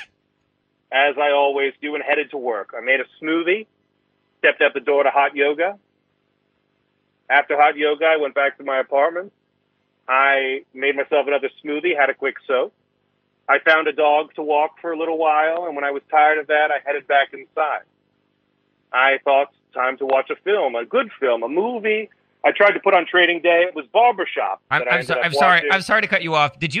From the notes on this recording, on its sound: Calls in to report on the ongoing Edinburgh Fringe Festival.